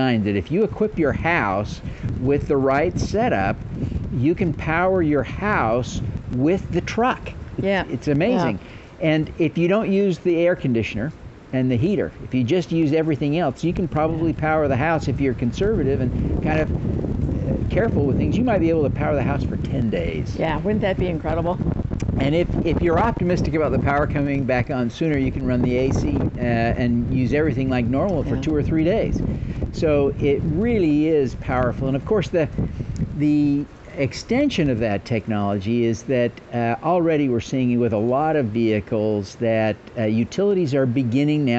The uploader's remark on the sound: We recorded this episode outside in the storm. Here in Jacksonville on Thursday, as we recorded this, the wind was blowing gusts up to 35 miles per hour with steady, light rain.